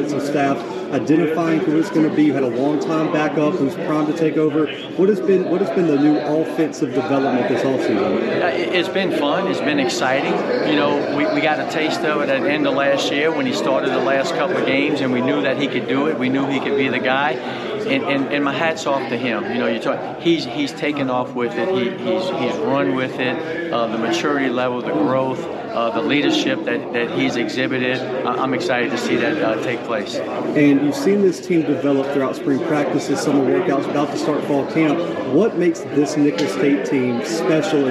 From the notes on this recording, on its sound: The Bluebloods are live at the Southland Conference Media Day!